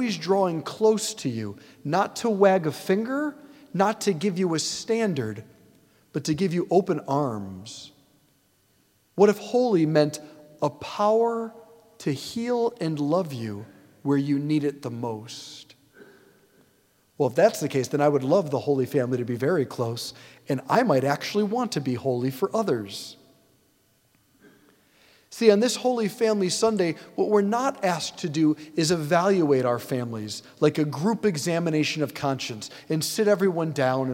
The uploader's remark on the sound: preached this homily on December 31, 2023 at St Basil the Great Catholic Church in Brecksville, OH